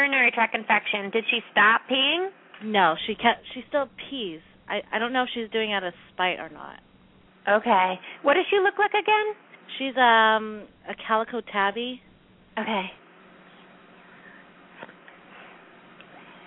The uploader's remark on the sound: open up the lines for listeners to call